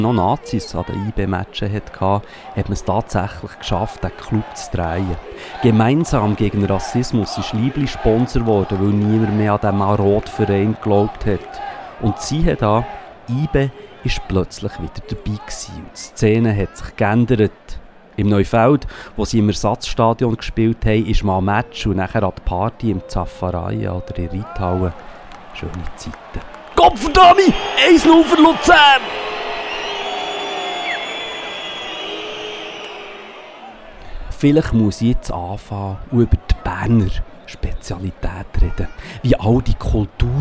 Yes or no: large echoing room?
no